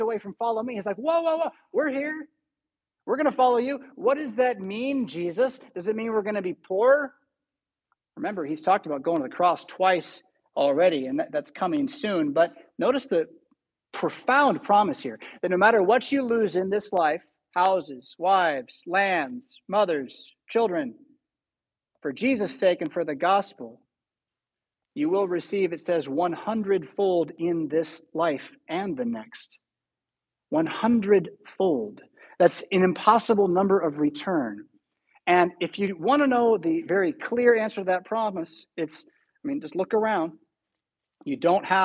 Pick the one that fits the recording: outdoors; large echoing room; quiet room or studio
large echoing room